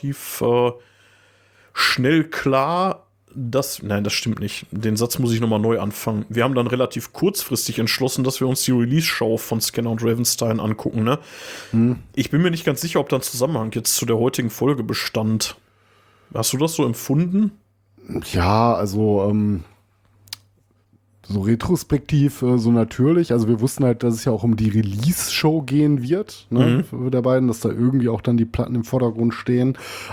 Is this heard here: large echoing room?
no